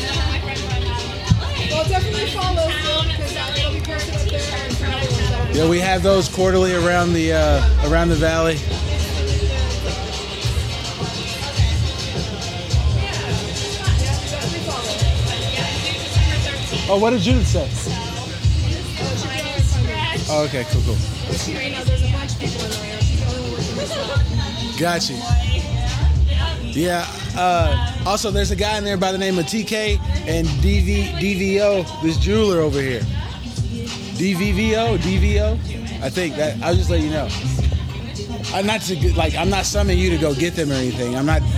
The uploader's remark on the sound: Live on the scene, chocolate art show interviews. Chocolate Art Show Interviews Sounds of the Event.